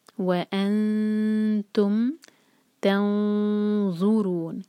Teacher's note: جب ہم نون کی آواز کو چھپائیں گے تو ہم ہیوی اخفا کریں گے کیونکہ ہم ذو کے لیے زبان تیار کریں گے.